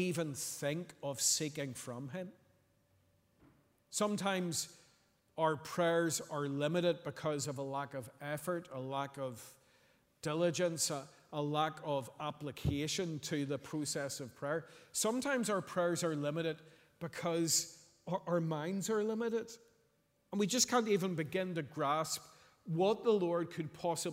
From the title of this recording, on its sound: Sunday 26th November 2023 evening service